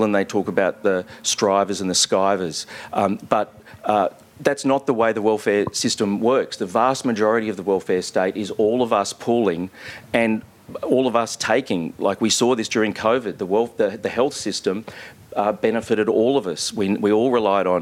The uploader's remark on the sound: This conversation was recorded live at Gleebooks in Sydney, supported by Black Inc Press.